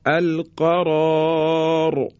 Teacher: در کلمه القرار ما دو تا تفخیم داریم، یکی رای اول که با الف اومده، را در حقیقت مفتوحه، رای دوم هم که رای ساکنیه که قبل از اون گفتیم صدای کشیده قرار بگیره تفخیم میشه، پس بنابراین دو تا حرف رای ما در اینجا تفخیم و درشت تلفظ میشه